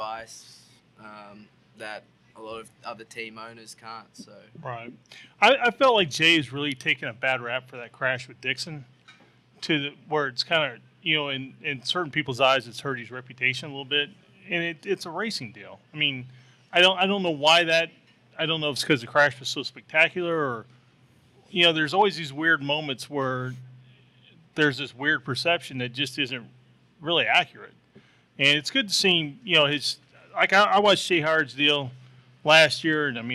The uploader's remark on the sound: In this special live episode live at McGilvery's Pub & Eatery in Speedway Indiana